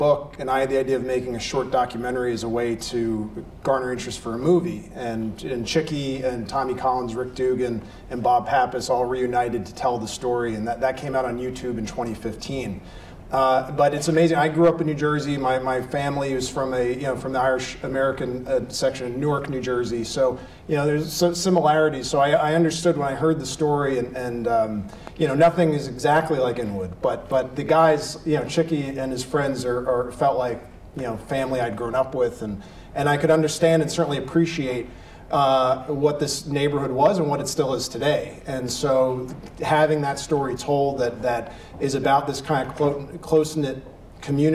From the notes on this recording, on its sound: Recording live from the Inwood Film Festival in Inwood in NYC. We recorded the podcast on location in front of a live audience. To close out the 6th annual Inwood Film Festival. While the audio recoring picks up a bit of the live room noise.